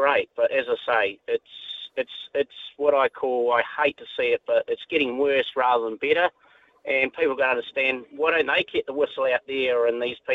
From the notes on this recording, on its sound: listeners call